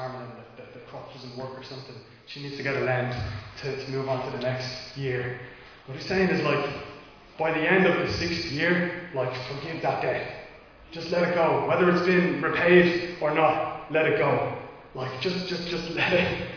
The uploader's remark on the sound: Recorded live in Liberty Church on 22 August 2021